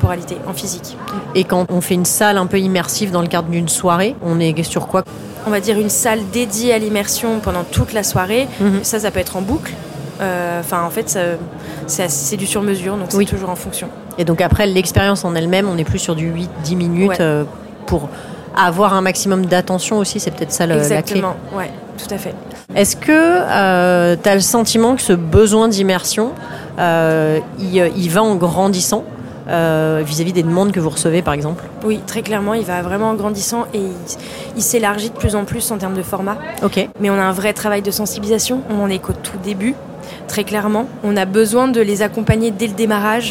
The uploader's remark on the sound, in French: Cet épisode a été enregistré lors du Salon Heavent grâce à la participation d' EPHEMERE SQUARE qui a accueilli notre studio mobile dans ses structures temporaires éco-responsables et aux moyens techniques mis à disposition par NOVELTY .